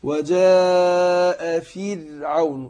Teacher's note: فر يبقى هنا مرققه في كلمه فرعون